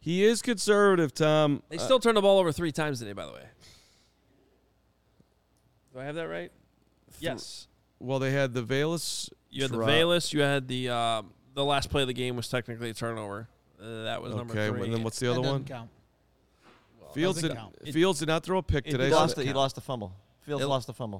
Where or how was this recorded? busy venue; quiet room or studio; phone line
busy venue